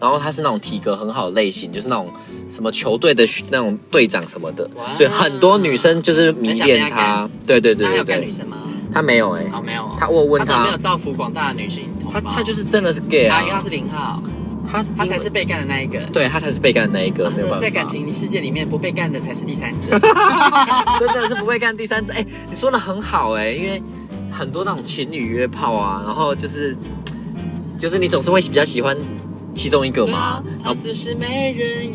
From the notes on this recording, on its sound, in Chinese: 錄音開車。開車錄音。